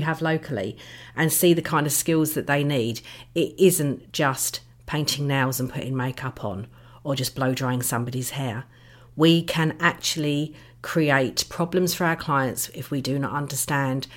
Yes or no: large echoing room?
no